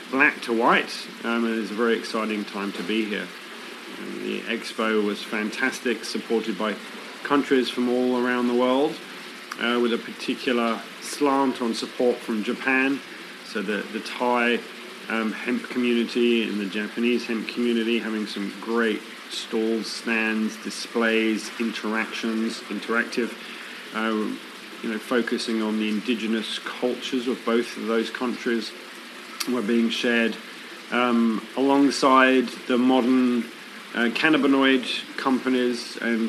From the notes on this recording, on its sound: Recorded in Thailand during the Asia International Hemp Expo. Recorded in Thailand during the Asia International Hemp Expo.